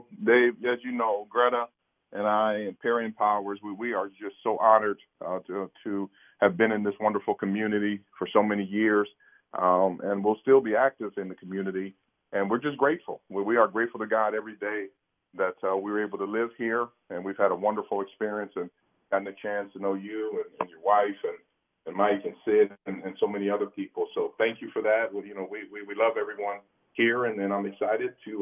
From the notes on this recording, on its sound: take some phone calls as well